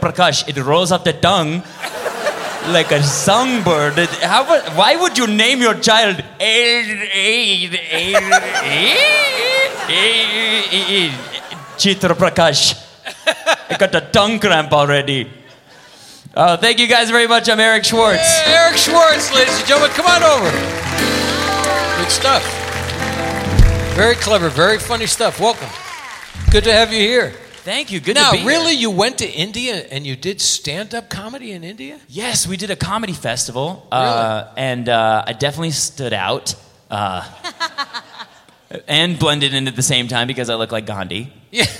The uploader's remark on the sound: Live at the South Point Casino